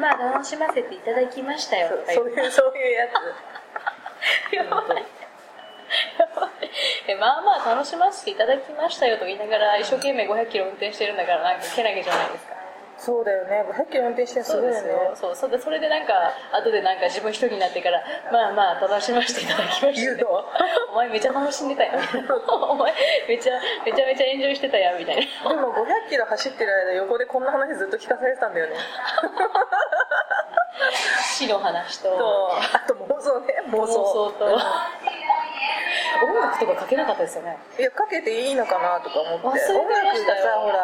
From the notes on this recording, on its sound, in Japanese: 長崎、熊本旅行ラスト 空港編。未公開の理由は、「多方面にわたって酷い」主に音質やらなにやら。